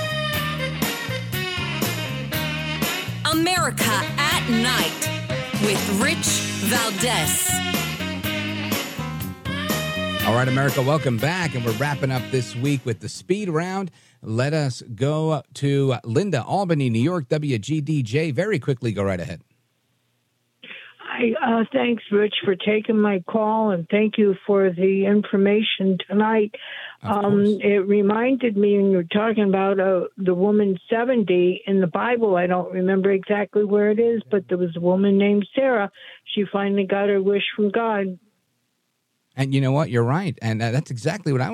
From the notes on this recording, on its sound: we take your calls in open phones across America